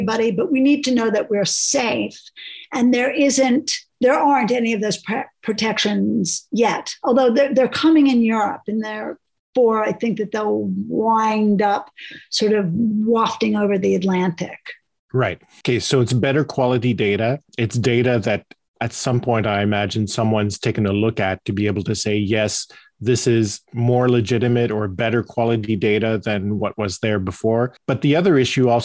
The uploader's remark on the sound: taking questions from our listeners who joined the live webinar as it was recorded